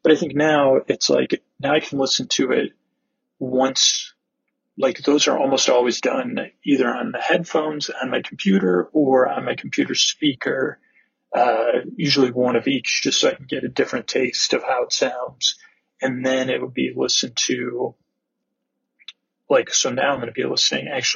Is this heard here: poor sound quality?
yes